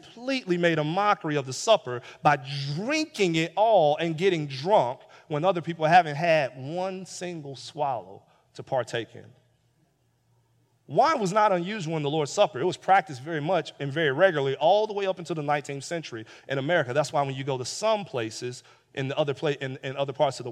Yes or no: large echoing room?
yes